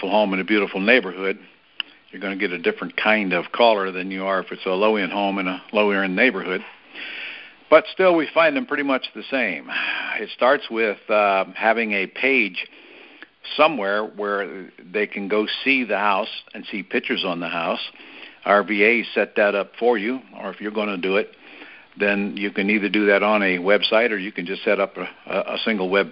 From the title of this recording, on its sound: Gold Club Q&A Call